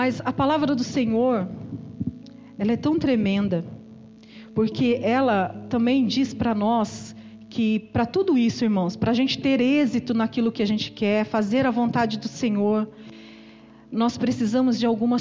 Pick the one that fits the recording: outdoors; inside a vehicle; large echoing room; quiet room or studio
large echoing room